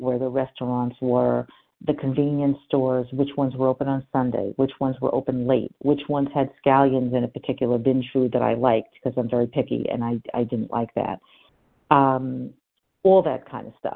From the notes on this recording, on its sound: from the 100 Pounders Phone Meeting